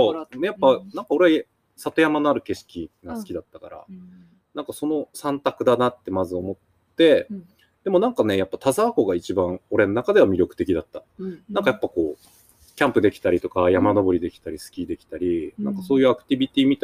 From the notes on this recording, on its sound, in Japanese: 今回は田沢湖刺巻ののどかな里山風景を眺めながら、贅沢な収録を行いました。